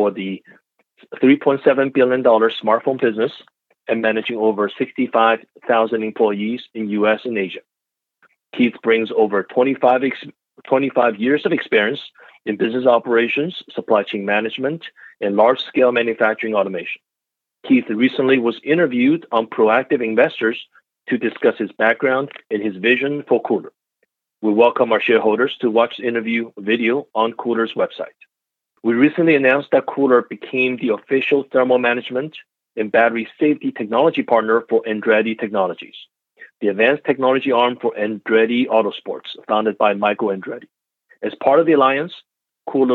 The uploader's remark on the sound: the recording of the shareholder update call from March 29th, 2021 at 12pm EDT